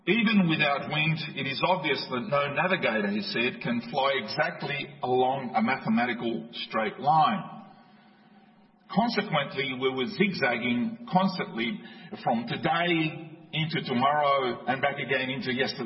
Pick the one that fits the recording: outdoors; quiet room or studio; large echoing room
large echoing room